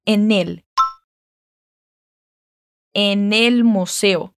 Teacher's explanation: a gente tem que unir os sons do N e do E